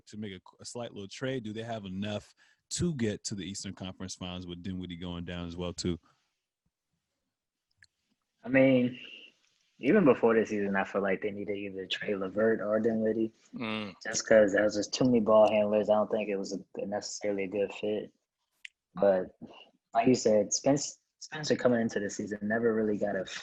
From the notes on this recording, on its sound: The three record this podcast virtually!